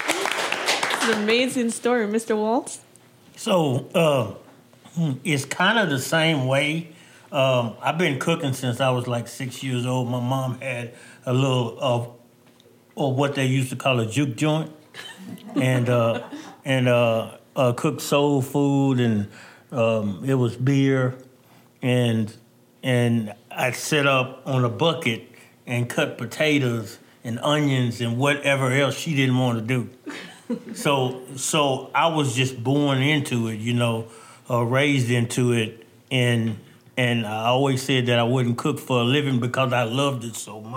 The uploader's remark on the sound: Gathered a panel of Black business owners from across northwest Arkansas to discuss their experiences. In an excerpt from the live recording, we hear what inspired them to start their own business.